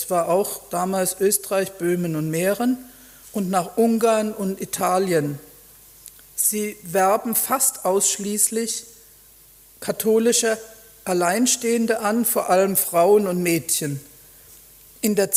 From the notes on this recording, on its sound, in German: Vortrag in der Abendakademie Mannheim